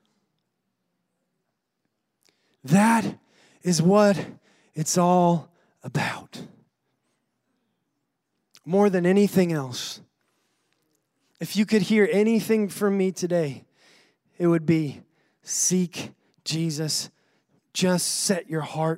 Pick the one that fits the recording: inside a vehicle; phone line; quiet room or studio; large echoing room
large echoing room